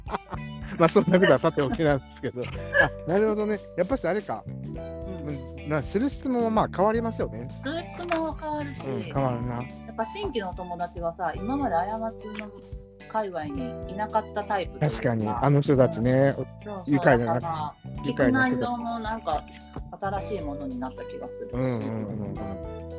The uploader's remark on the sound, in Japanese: 散歩しながらの収録でめちゃんこ電波とぎれるやん